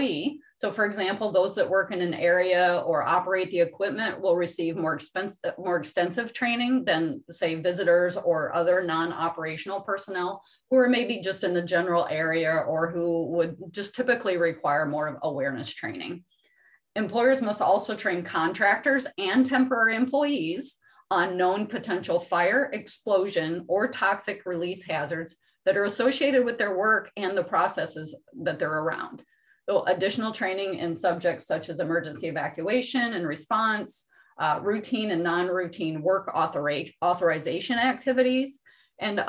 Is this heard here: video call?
yes